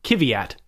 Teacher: it's three syllables, emphasis on the first one